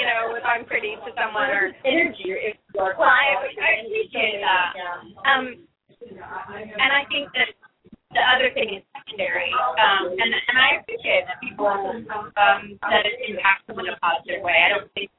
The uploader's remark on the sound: The audio on this interview series has been compromised and a quality sound replacement will be submitted for each of the amazing interviewees.